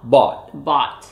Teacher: la O es atrás y es redondeada.